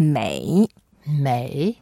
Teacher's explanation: when you put the third tone, you go down first and then go up later on. That's May.